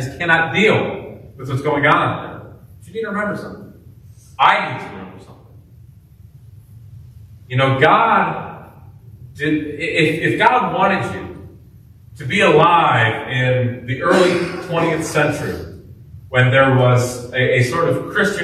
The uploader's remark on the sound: preached at Grace Baptist in Tiffin, Ohio